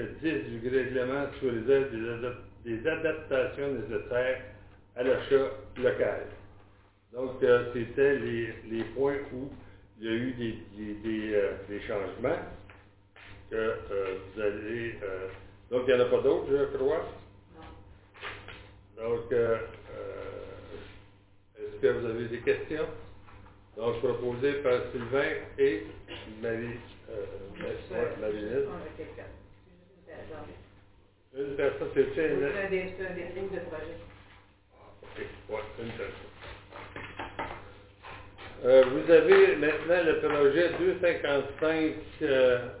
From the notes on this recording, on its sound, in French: Enregistrement de la séance extraordinaire du conseil municipal de Saint-Léon-le-Grand du 31 mai 2021